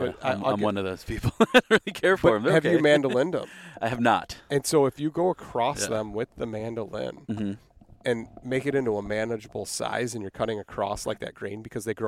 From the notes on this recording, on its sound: We sat in a park at a picnic table